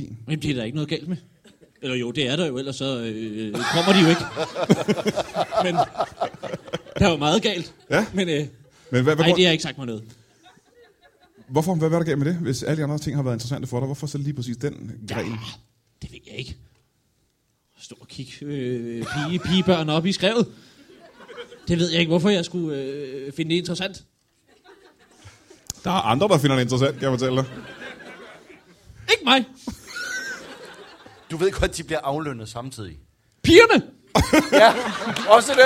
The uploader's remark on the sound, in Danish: LIVE fra Holbæk